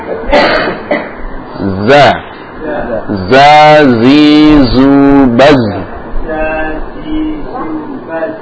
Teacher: Huruf zai yang mengalir itu suaranya, adapun nafasnya tertahan.